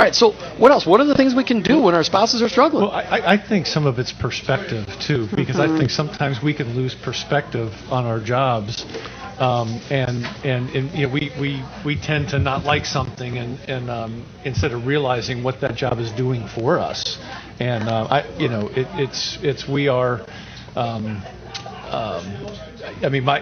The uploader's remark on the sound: In front of a live audience.